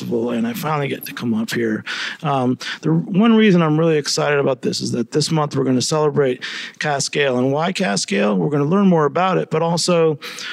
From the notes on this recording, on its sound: back in the field, this time at New England Real Ale eXhibition ( NERAX ) in Boston!